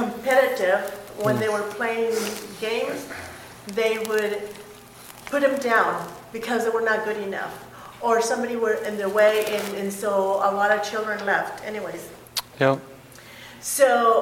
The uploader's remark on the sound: breakout session in the church revitalization track at the 2023 Propel Conference